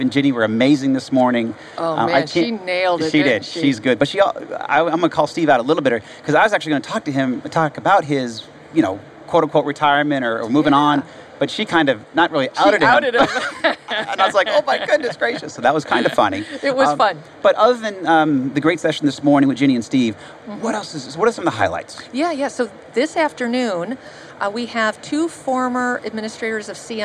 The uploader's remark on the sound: at the HIMSS17 Conference.